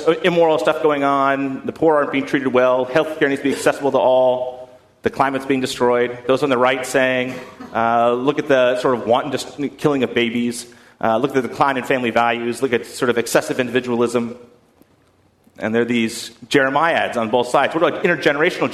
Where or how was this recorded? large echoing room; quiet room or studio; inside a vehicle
large echoing room